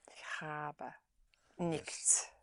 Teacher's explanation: Yes, a little more stress on habe.